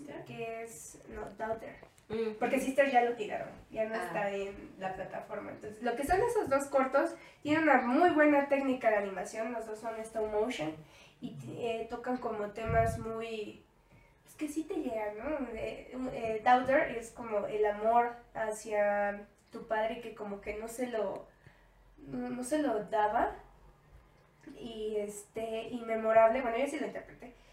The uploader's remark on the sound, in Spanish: les pido una disculpa por el audio ya que se me borró un archivo